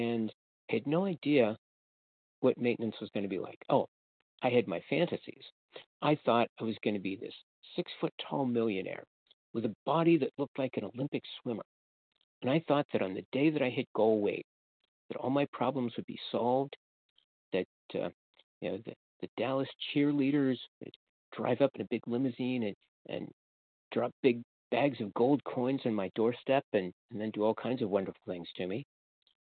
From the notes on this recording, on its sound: from the 100 Pounders Phone Meeting